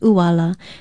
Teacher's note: Uala is spelled okina, U-A-L-A, with the glottal stop or okina at the beginning of the word, and it is pronounced uala.